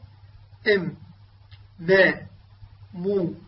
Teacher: مخرج الميم هو يخرج بانطباق الشفتين، ويصاحب ذلك غنة من الخيشوم. سمى العلماء الجزء الشفوي من الميم النصف المكمل، وسموا الجزء الخيشومي النصف المكمل.